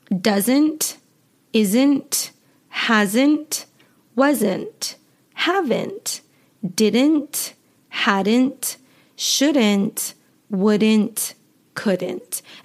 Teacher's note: All right, really quickly, guys, my accent, I do not pronounce the T at the end of words in my natural everyday speaking. some American accents pronounce the T